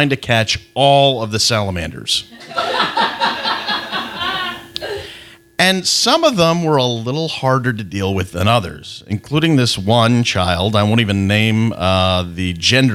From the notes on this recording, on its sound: Our first Live-recorded story!